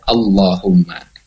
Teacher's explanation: Ada hamzah berharakat fathah bertemu dengan lam jalalah, maka lamnya dibaca tebal.